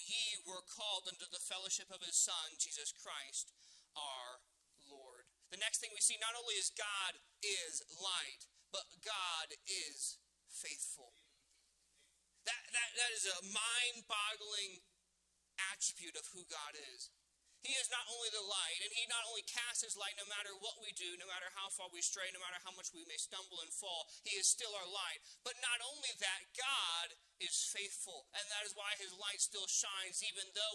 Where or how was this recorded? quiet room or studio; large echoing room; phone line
large echoing room